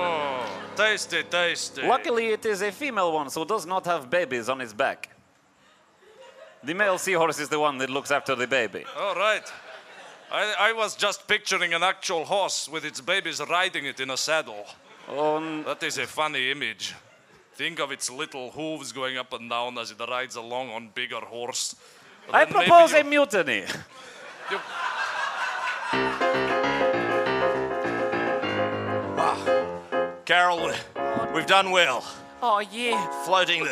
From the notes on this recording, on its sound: For this show, the audience suggestions were...